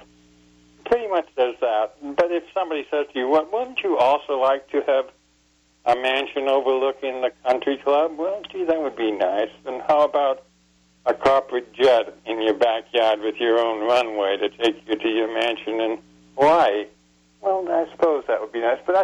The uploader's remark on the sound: joined by callers